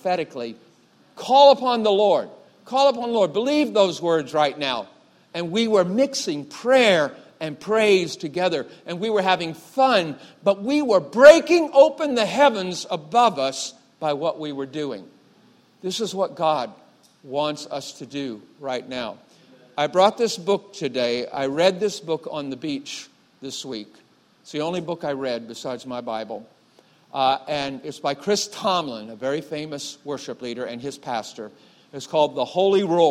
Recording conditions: large echoing room